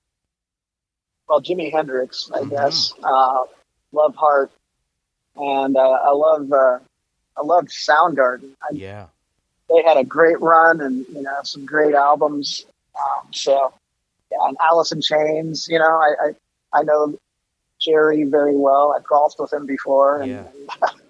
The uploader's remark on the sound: so I hopped on the phone